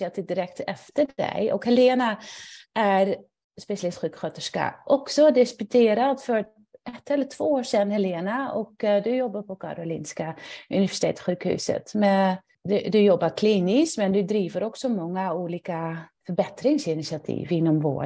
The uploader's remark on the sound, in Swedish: Ljudinspelningen från SOF:s webbinarium.